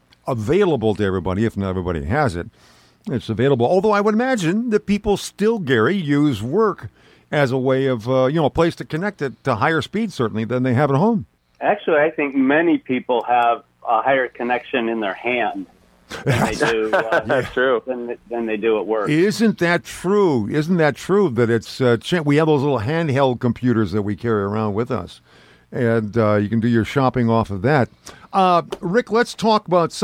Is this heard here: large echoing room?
no